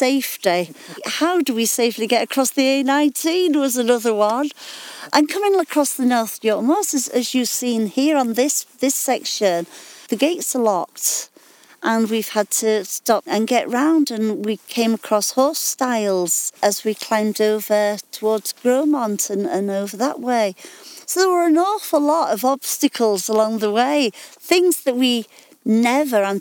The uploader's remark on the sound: We travel east to the big-sky North York Moors. On a stretch of her beloved Coast to Coast walk. Setting out in springtime squalls from The Lion Inn at Blakey.